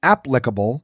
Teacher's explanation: The first syllable is the one that should be emphasized, as in applicable, rather than the second, which is applicable.